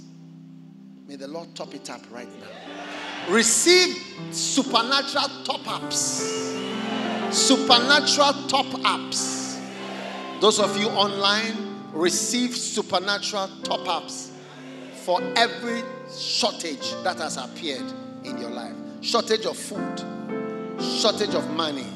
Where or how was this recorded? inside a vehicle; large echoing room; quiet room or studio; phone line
large echoing room